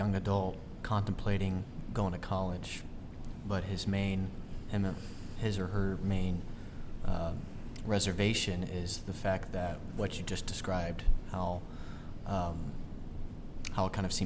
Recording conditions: busy venue